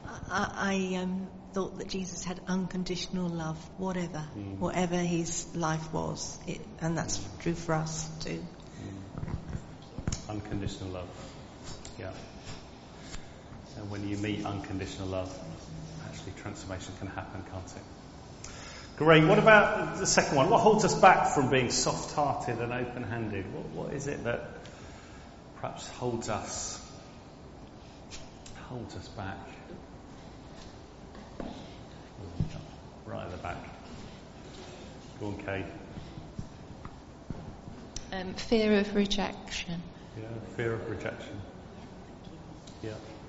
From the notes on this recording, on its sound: All Saints All Age Harvest Service. Recorded at the 10:00 service on Sunday 9th October at All Saints.